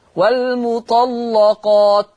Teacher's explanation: هتغلظ لان اللام مفتوحه ومسبوقه بطاء مفتوحه. اصلاح هتغلظ اللام لانها مفتوحه وقبلها صوت ساكنه. · Term: تغليظ اللام